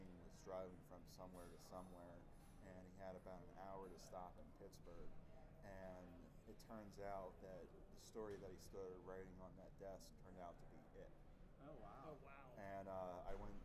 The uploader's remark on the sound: Live From Grossfest